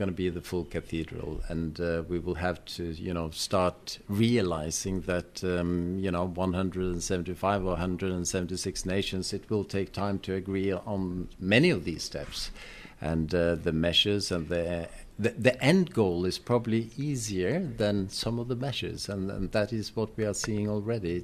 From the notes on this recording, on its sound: Optimism overflows in Oslo. The first in a daily series of podcasts live from NorShipping.